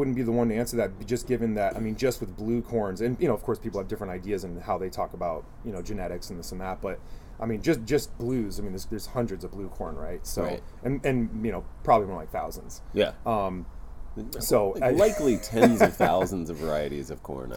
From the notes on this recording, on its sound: This episode is an outdoor spirits tasting. In the backyard at Crenshaw Cru… so you will hear some authentic LA audio texture in the back ground.